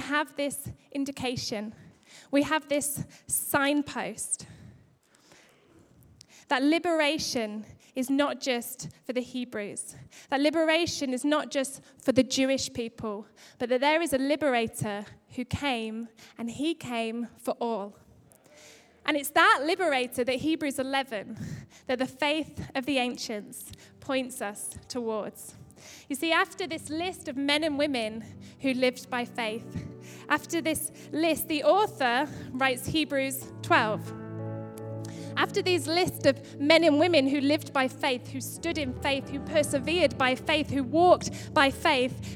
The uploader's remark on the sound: Recorded live at Life Church on Sunday 21st February 2016.